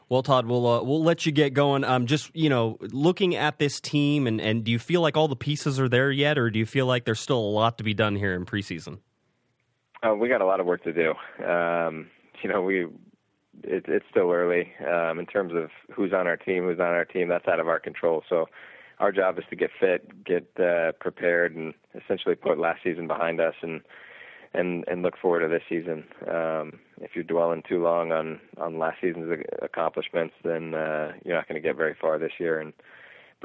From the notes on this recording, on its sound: called into the show